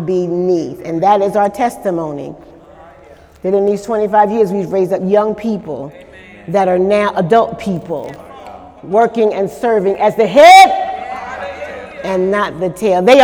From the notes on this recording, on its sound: During Sunday morning service on February 25, 2018